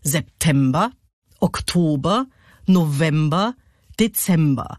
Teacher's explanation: Also wir haben unbetont, betont, unbetont. · Da ist immer die erste und die letzte Silbe unbetont und dazwischen liegt der Peak. · Term: Amphibrachis, Versmaß